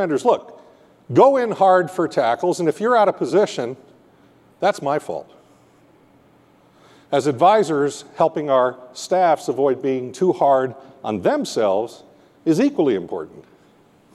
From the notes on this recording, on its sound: got up on stage at the 2019 KMS Convention in Seattle